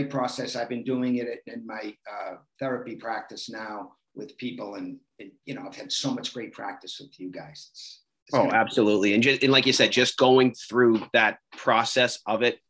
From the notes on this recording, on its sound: Virtual Bootcamp (zoom)